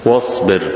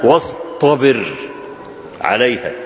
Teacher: وحرف الطه من حروف الاستعلاء والتفخيم · Shown in: second take